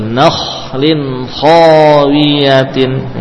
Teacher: perlu diingat kha termasuk huruf isti'la, jadi dibaca tebal · Term: tafkhim